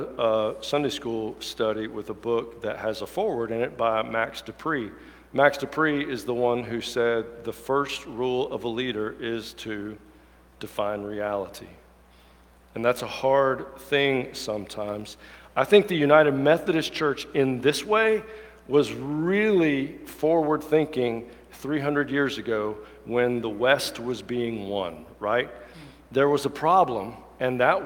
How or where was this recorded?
large echoing room